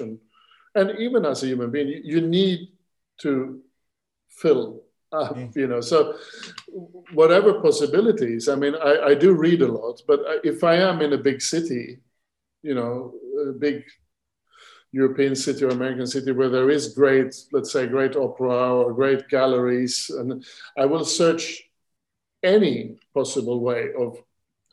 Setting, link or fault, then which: link, video call